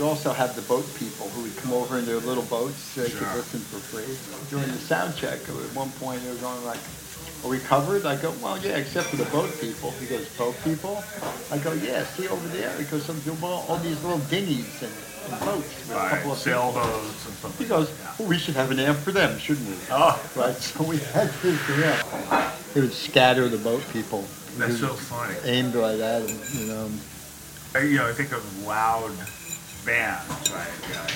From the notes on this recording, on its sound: Recorded over lunch at the Ear Inn, one of New York’s oldest pubs